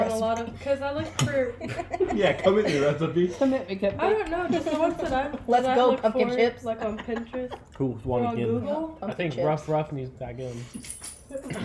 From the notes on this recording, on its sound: Converted School Bus. Glamping for My Husband’s Birthday. If the sounds of forks clinking, chairs creaking, family laughing, and dogs barking bothers you, this might not be the episode for you.